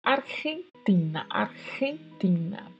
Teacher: O G seguido do E é pronunciado com um som que vem da garganta.